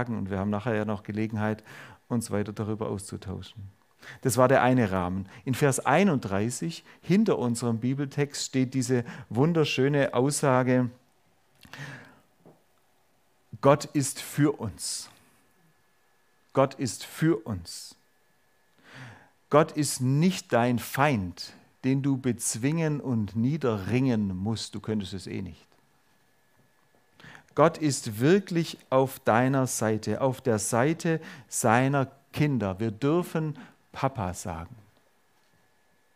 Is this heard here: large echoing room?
yes